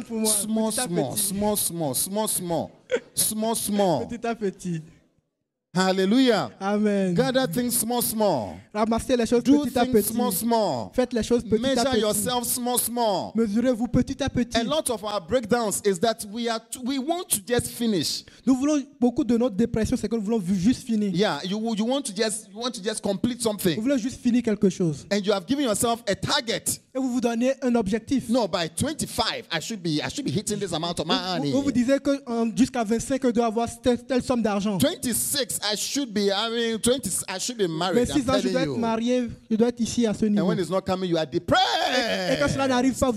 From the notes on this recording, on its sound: Preached during Joyful Hour Sunday Service